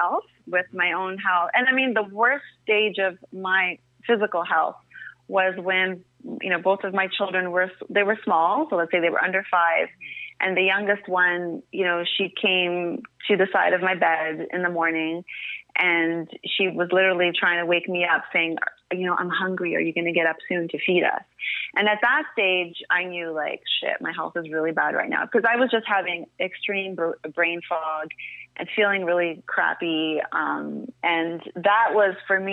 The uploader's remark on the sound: An incredible phone call.